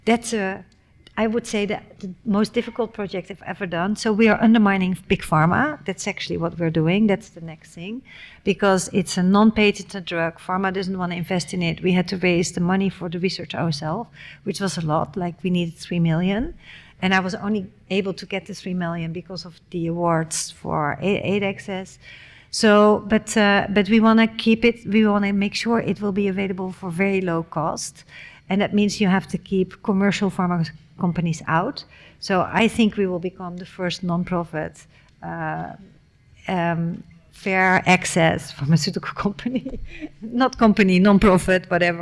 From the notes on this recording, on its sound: This is a live recording of a talk. At the Rietveld Academie in November 2023.